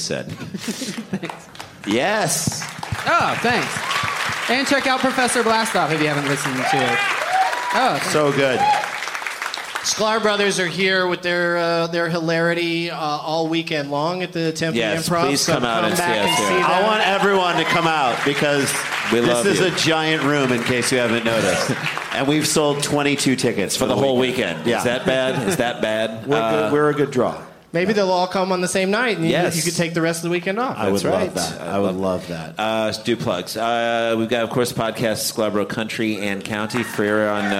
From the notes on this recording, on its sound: Live from the Improv in Tempe, AZ